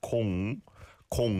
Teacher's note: it's an or vowel sound on 공, 공 like ball